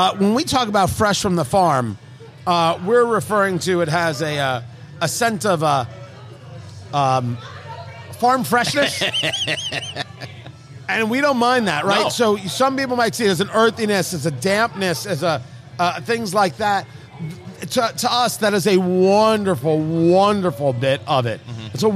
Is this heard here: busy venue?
yes